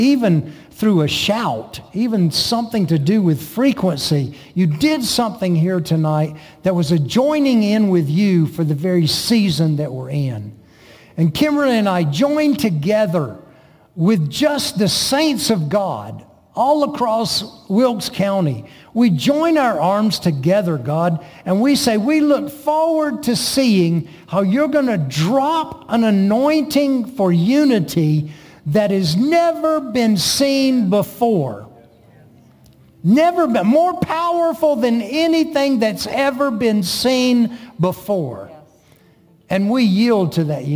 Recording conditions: large echoing room